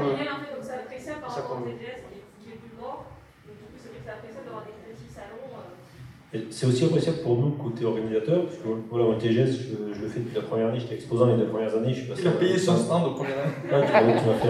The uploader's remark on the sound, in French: POPCON 2020 : Conférence Calme-toi !